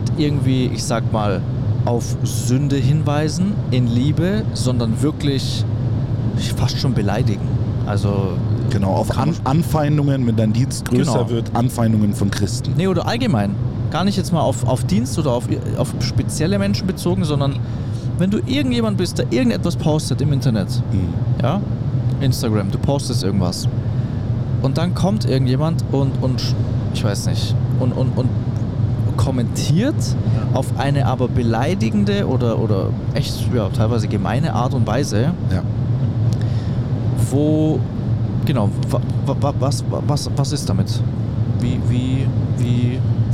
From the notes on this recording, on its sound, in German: wir sind unterwegs auf den deutschen Straßen und nehmen LIVE auf dem Weg zu einem Einsatz in Ludwigshafen diese Podcastfolge auf.